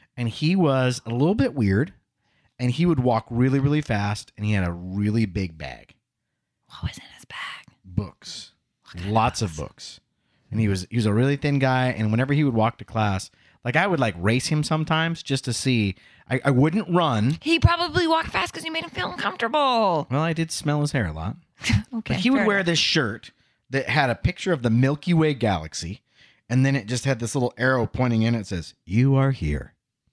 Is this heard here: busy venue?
no